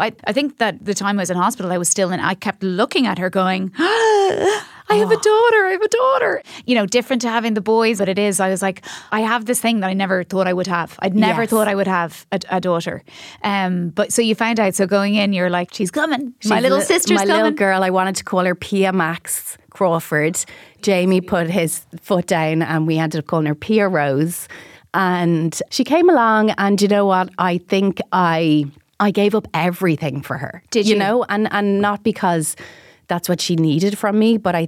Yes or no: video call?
no